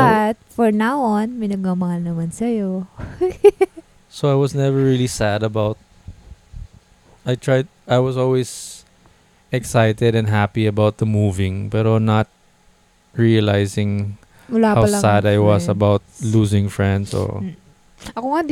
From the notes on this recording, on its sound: When I first started riding the motorcycle and trying out recording the podcast with a mic on my helmet around 2021.